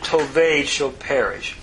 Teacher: Historically, it possibly was something like teved at one point, and the tsere under the tav changed to an o-class vowel, and the aleph was quiescent · Term: dissimilation